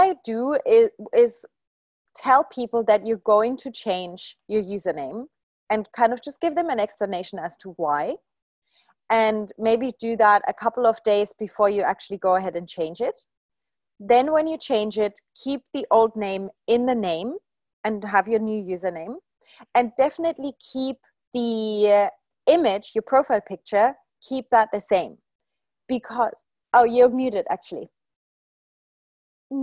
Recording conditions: video call